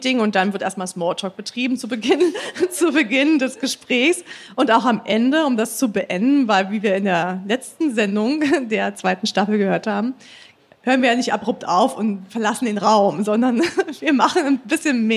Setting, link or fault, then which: setting, live audience